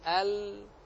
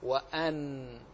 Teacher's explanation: فإن اعتبرنا اللام هكذا فاللام على الجانب من حافتي اللسان والنون من تحت، وهكذا تحس به بنطق عندما تقول ال وأن، ال أن، فالنون من تحت مخرج اللام عند طرف اللسان، والنون من طرفه تحت جعل، والراء يدانيه يقاربه لظهر أدخل وهو أدخل إلى الظهر من مخرج اللام، أدخل إلى ظهر اللسان من مخرج اللام.